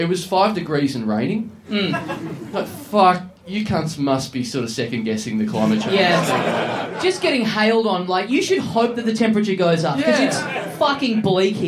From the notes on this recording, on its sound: SYDNEY! Big live podcast and stand-up show.